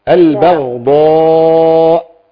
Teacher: خد بالك الضاد، عايزين نبين الضاد والباء تبقى مرققة قبل الغين